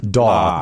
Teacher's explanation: When you say dog, there's a very subtle aw.